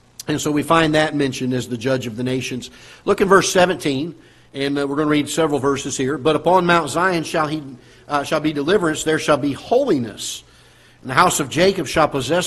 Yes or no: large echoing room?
yes